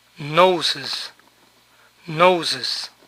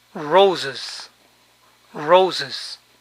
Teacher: palabras que terminan en sonido de Z inglesa, z, también añaden el sonido is